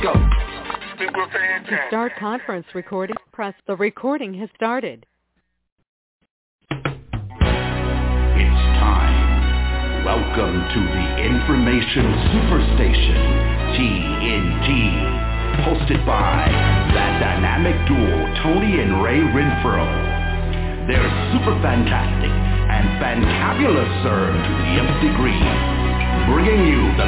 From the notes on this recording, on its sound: TNTSuperfantastic Conference Call.